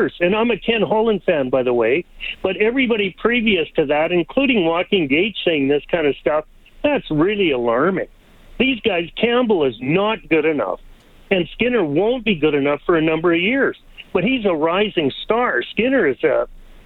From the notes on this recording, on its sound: We open up the phonelines